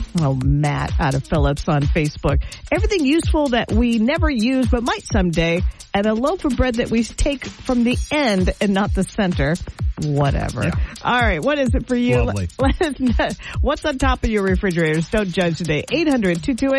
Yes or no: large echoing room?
no